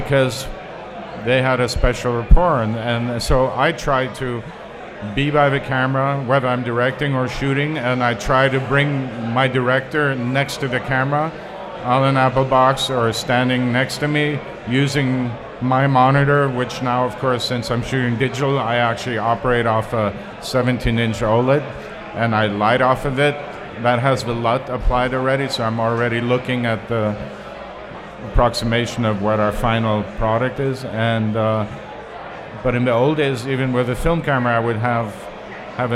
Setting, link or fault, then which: setting, busy venue